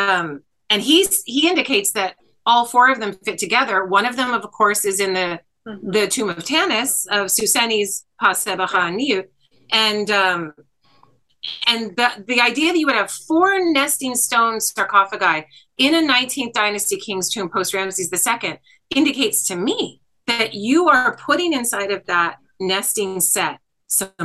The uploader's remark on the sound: Earlier in November we had our last live zoom event of the year with Patrons.